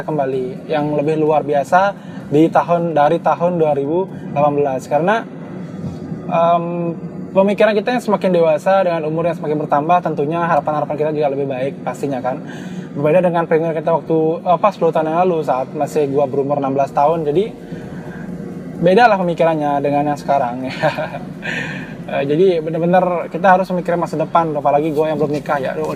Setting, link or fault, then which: setting, inside a vehicle